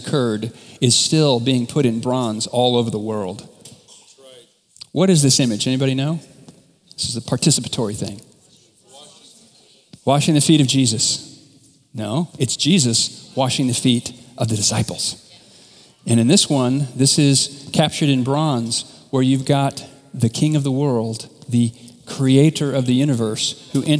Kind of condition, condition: setting, large echoing room